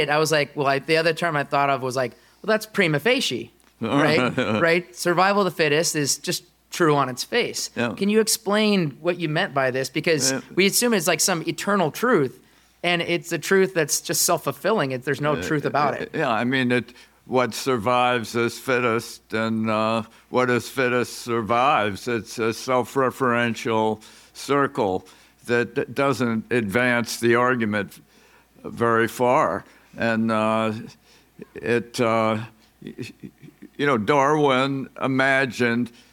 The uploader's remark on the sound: Live from the 2024 Smead Investor Oasis